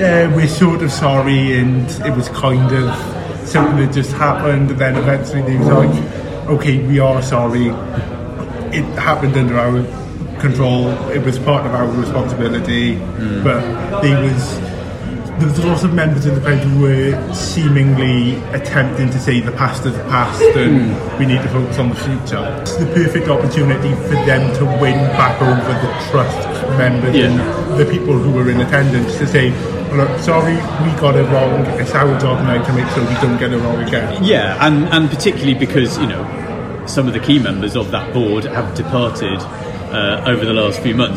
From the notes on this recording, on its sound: Apologies for the audio on this one - Tiny Rebel was noisier than we expected and we'd forgotten to bring a proper mic!